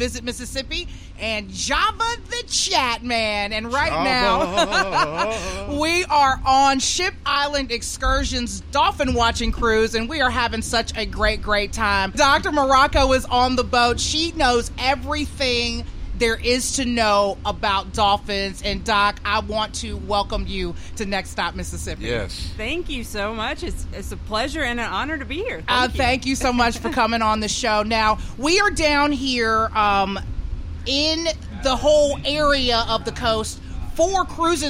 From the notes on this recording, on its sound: We’re on the road live from the 27th Annual Cruisin’ the Coast at Cruisin’ Central in Gulfport.